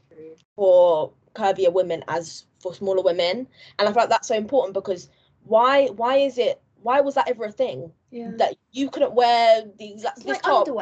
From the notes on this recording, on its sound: All podcasts are recorded over Microsoft teams and are within the guidelines of lockdown. This podcast was recorded during England's second lockdown.